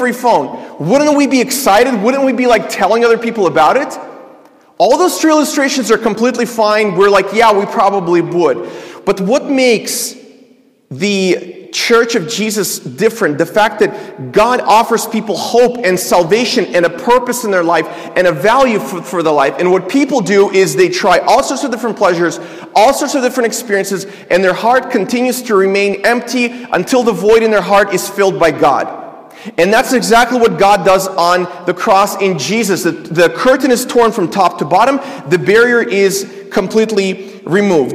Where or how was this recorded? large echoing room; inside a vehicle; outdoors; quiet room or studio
large echoing room